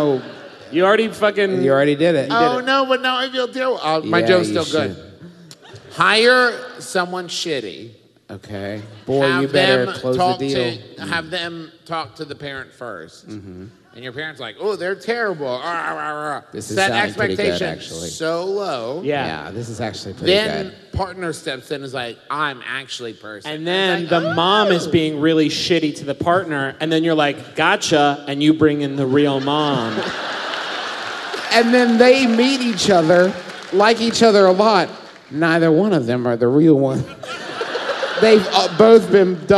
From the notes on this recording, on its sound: Once again we are coming to you pre-recorded LIVE from beautiful Washington D.C.!